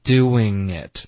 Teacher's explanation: 不需要顶舌头发 n 的音，只是后鼻音连读